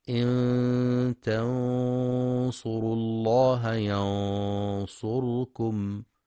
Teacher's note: والغنة تابعة لما بعدها تفخيما وترقيقا في الإخفاء، فإذا كان الحرف الذي بعدها مفخما فخمت، نحو: إن تنصروا الله ينصركم، فتفخم الغنة لأن الصاد مفخمة